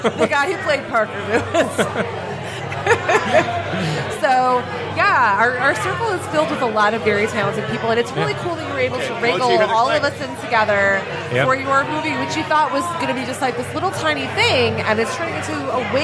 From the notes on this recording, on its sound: Live from Falling Down Beer Company